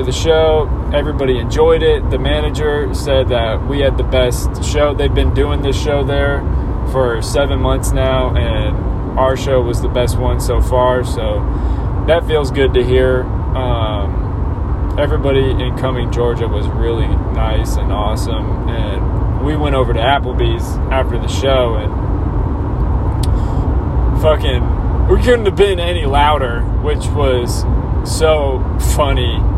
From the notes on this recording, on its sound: Sorry I was driving in the car but I needed to let you know what’s going on with me!